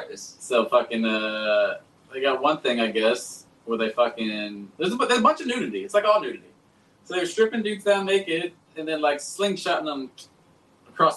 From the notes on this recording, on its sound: Our man audio cable went out on us! We apologize for the sound!